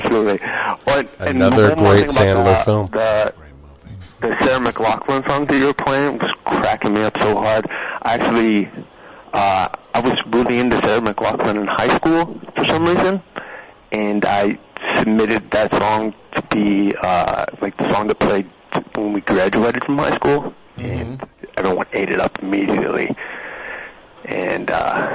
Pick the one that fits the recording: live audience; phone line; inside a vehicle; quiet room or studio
phone line